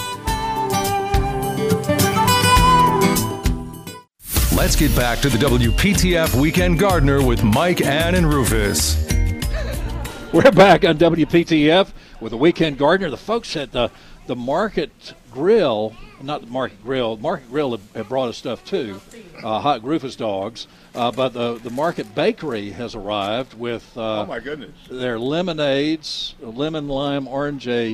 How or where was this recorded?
busy venue